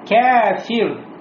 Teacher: После кяф алиф, и этот алиф уже будет не широким, а узким.